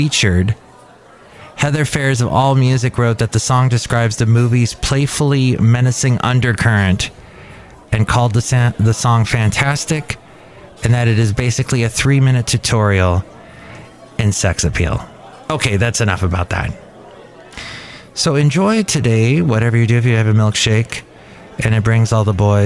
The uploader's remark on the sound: podcasts live from Café Anyway